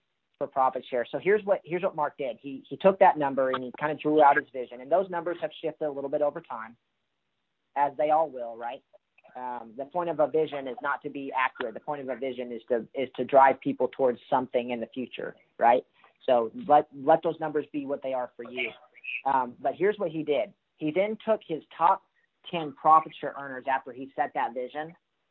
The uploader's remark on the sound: Call Recording